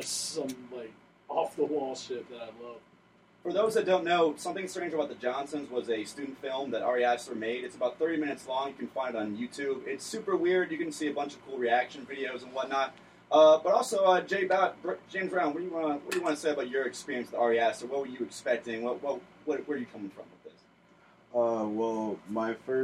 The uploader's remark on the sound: We were having some issues with audio